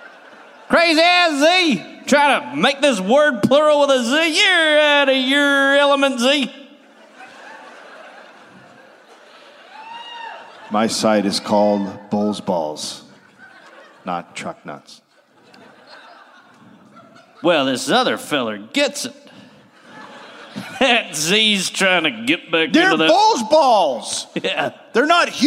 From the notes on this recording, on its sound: Live in Phoenix.